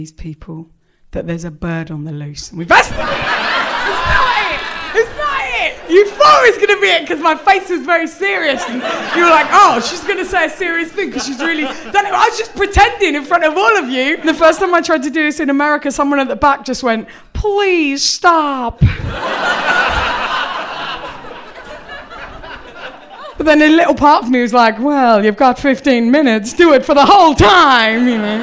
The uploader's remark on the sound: A special live comedy show. Raised the roof at the Bell House in Brooklyn.